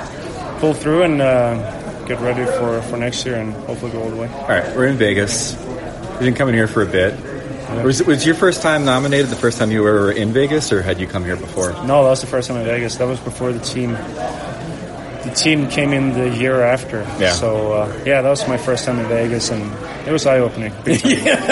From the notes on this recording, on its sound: record from the NHL Awards in Vegas.